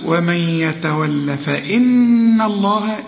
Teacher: النون لازم تغن وترقق